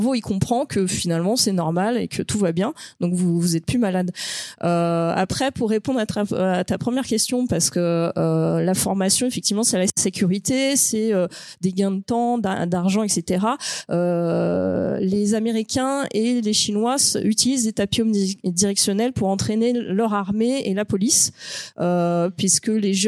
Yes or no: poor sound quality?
no